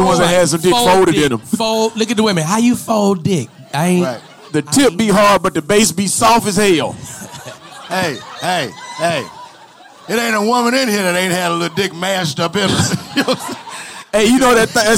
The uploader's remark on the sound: LIVE in Dallas